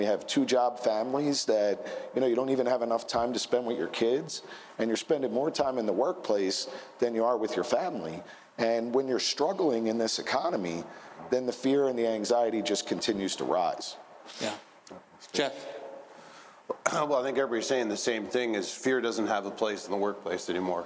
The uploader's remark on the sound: Live at IUPAT - Part 1. I was joined by six senior leaders in the finishing trades for a lively 90 minute conversation.